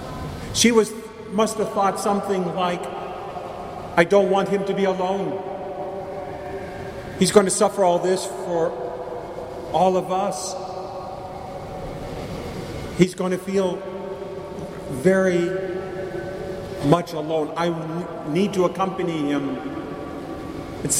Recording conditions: large echoing room